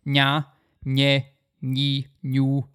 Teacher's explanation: You have a nasal, right? Nasal, a palatal nasal. So like the enya in Spanish.